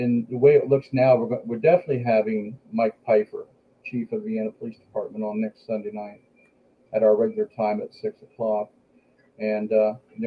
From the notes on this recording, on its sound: We were plagued with technical difficulties from “Action!” to “Cut!”. Was unable to connect to our studio.